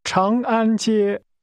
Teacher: That's pronounced with first a rising tone, then two high-level tones.